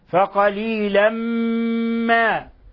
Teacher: لاحظوا إطباق الشفتين كيف يشتد الإطباق وغنة من الخيشوم · Term: إضغام بغنة